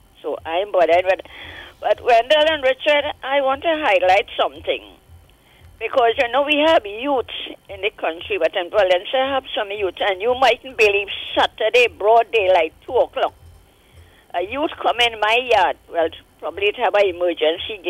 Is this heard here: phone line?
yes